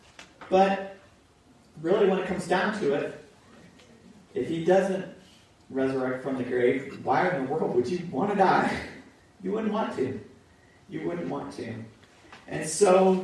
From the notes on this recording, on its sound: Pour Audio